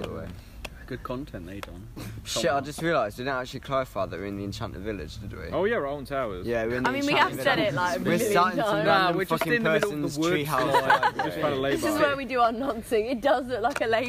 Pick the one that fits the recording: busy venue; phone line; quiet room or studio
busy venue